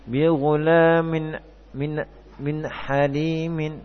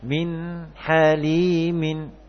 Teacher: Dibiarkan sifat dari nun sukun, yaitu sifat bainiyahnya. Jadi masih ada suara yang berjalan atau mengalir. · Shown in: second take